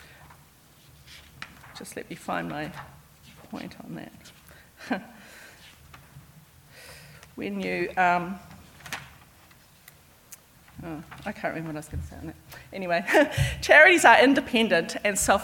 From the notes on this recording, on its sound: It is from the recent conference at Te Papa where I was able to help moderate a session.